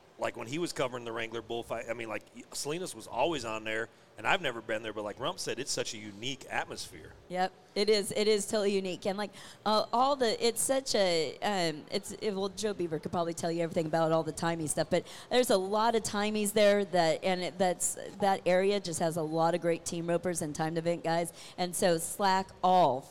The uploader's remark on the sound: RümpChät Live at the 2023 NFR